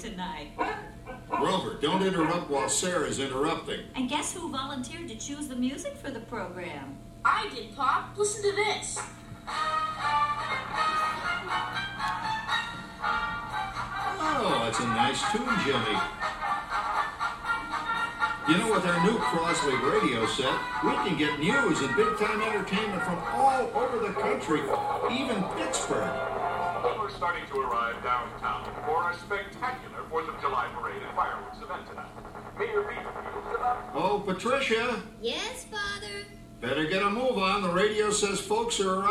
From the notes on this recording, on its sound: audio from the Carousel of Progress in Disney World's Magic Kingdom